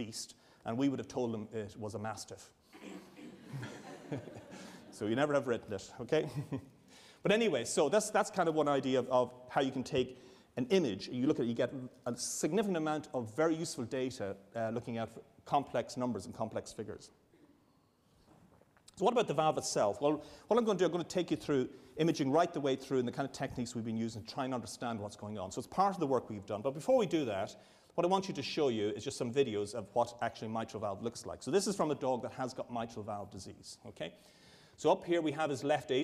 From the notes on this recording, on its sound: A public lecture. This is the second lecture in the 2010 Medical Detectives lecture series.